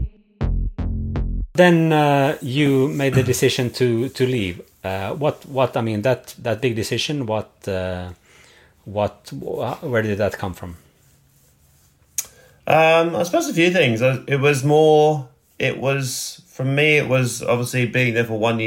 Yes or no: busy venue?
no